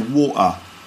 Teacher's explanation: the th sound that you get in think. You know, think about it. That's pronounced with a f